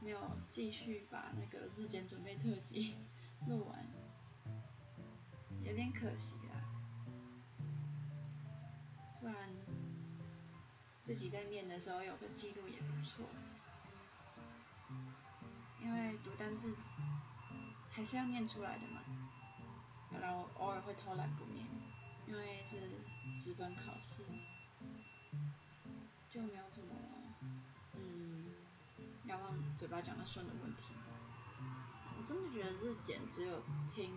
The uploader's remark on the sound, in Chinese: 音量注意。錄音品質已死 need麥克風。